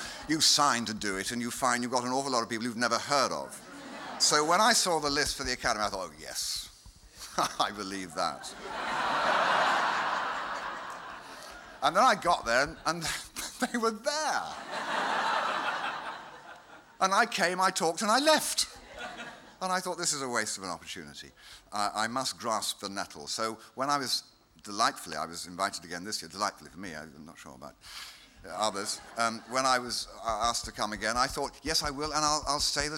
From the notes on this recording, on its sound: Recorded at the 2002 International Achievement Summit in Dublin, Ireland. Speaks to the Academy's student delegates about the relevance of the arts in the world today.